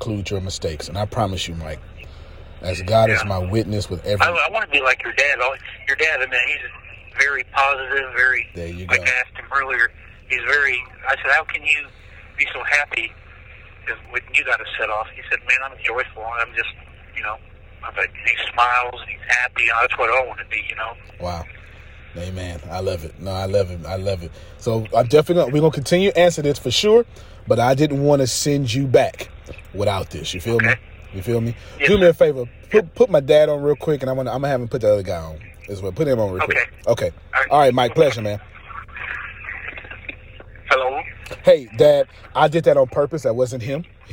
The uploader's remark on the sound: the phone call from prison